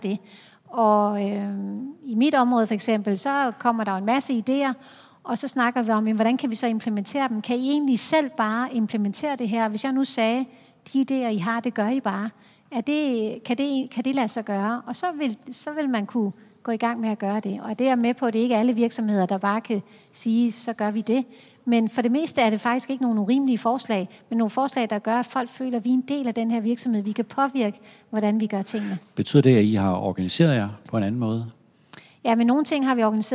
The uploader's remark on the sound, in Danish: På scenen efter hendes oplæg, og interviewet udgives her som podcast.